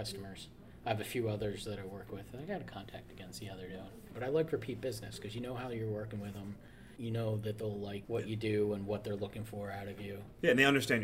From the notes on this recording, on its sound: at PhilCon 2022 for a live interview